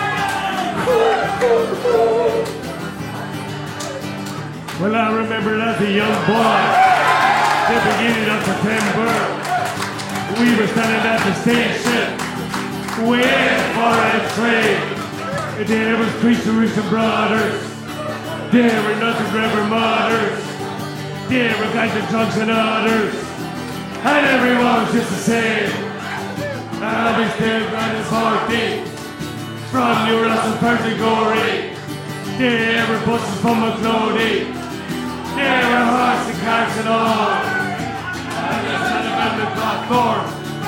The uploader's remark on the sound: The GAA Hour live from Wexford